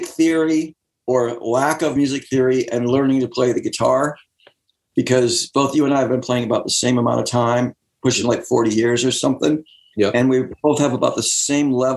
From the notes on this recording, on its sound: Remote ZOOM.